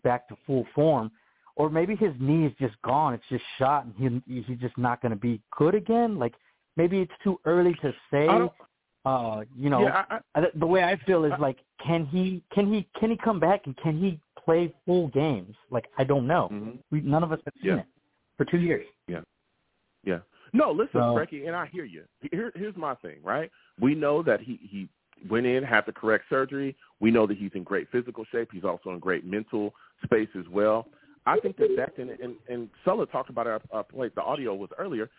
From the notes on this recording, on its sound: I take live callers!